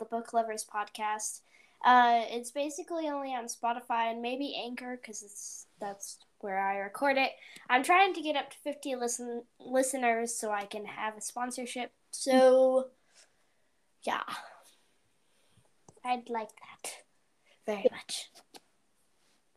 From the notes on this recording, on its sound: sorry for the bad sound quality we couldn’t use our microphones